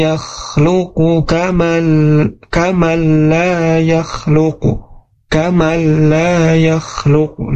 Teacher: Memasukkan huruf nun ke huruf lam tanpa disertai dengan gunnah seperti itu. · Term: ilgham bila gunnah